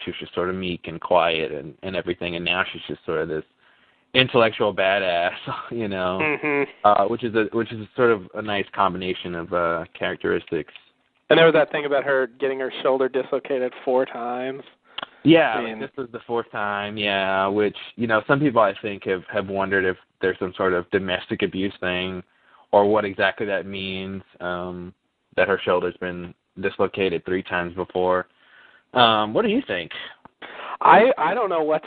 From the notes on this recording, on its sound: Recorded Live on Talkshoe